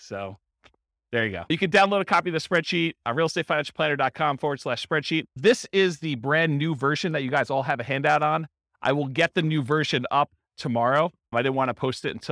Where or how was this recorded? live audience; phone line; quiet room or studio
live audience